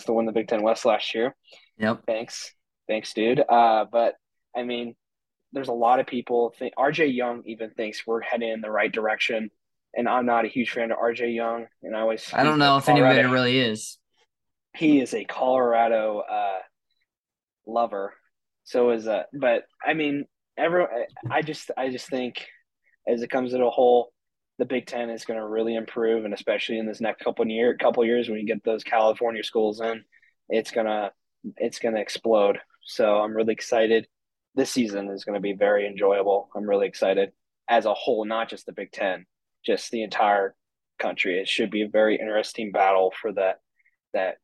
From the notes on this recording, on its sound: hop on a zoom call